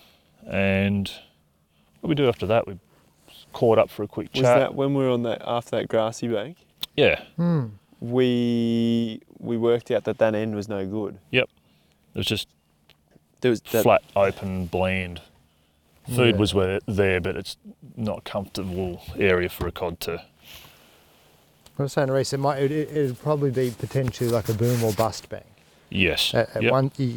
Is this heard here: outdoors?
yes